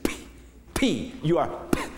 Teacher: you're expelling a bunch of air · Term: plosive